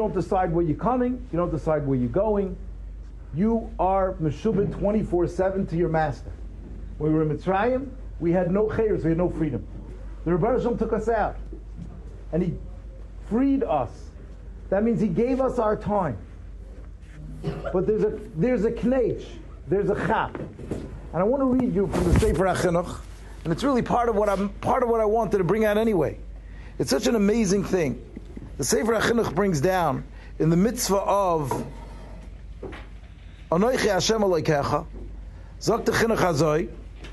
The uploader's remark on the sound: Shiur recorded in Yeshivas Ohr Reuven, Monsey, NY.